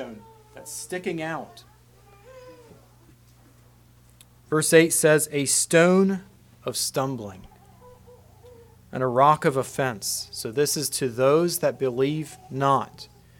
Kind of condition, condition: setting, large echoing room